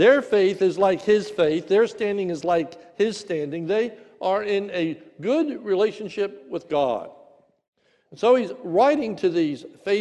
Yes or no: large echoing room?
yes